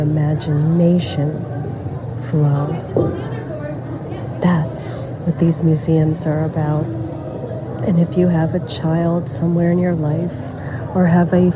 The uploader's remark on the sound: LIVE from the Museums of Philadelphia. At the Museums in Philadelphia, Pennsylvania, USA. This is a special on location Walk and Talk of our Mindfulness Summer Tour 2022.